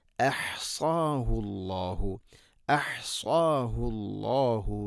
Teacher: അഹ്സാഹു ഹംസ തൊണ്ടയുടെ താഴെ ഭാഗം തൊട്ട് മേലെയാണ്.